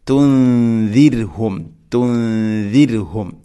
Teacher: റായിനെ തെർഖീഖ് ചെയ്യണം, നേർപ്പിക്കുകയാണ് വേണ്ടത്. തുൻദിർഹും, തുൻദിർഹും, ഇങ്ങനെയാണ് ഓതേണ്ടത്.